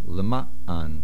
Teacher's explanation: the main accent on the mem. Make sure we hear the ayin as well.